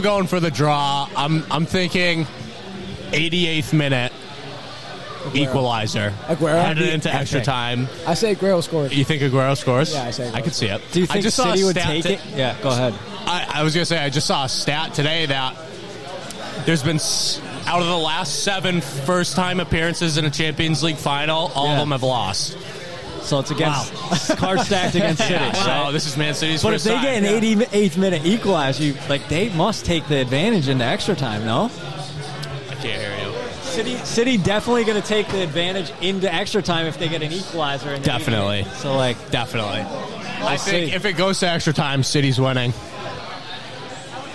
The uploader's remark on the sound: CHAMPIONS LEAGUE FINAL LIVE WATCH! We’re live from Old Magoun’s Saloon in Somerville MA for the CHAMPIONS LEAGUE FINAL. We have a few special guests, more than a few beers.